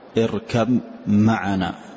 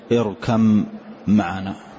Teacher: الباء والميم كلاهما مع الشفتين يخرج · Term: متجانس